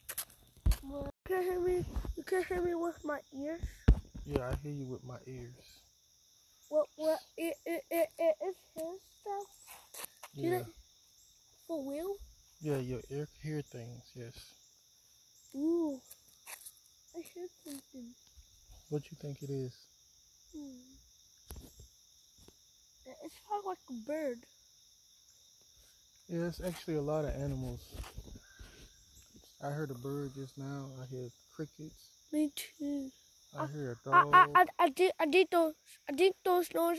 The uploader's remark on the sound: I record conversations my son and I have while walking him to the bus stop.